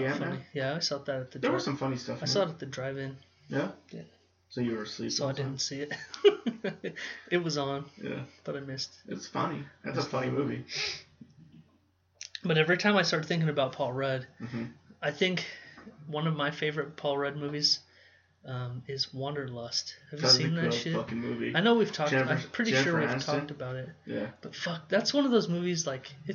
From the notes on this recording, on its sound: THE MIXER WAS NOT CONNECTED CORRECTLY TO THE LAPTOP SO WE RECORDED THE WHOLE SHOW THROUGH THE LAPTOP MIC. SORRY ABOUT THE SOUND ISSUES.